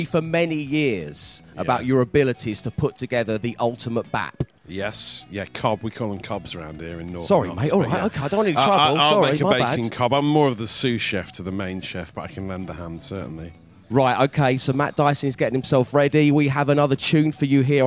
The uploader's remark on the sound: LIVE from the Bassetlaw Foodbank with Wickes!